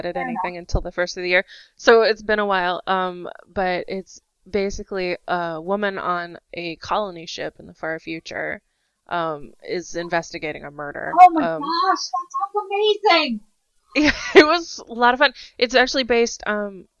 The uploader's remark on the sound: We had a few technical difficulties this week so please forgive the audio quality.